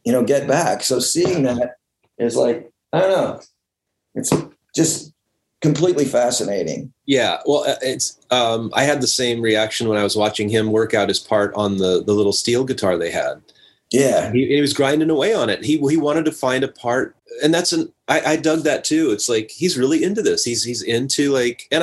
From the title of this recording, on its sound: Remote Zoom